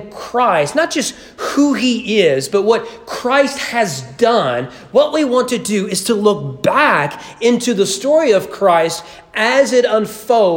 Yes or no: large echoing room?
yes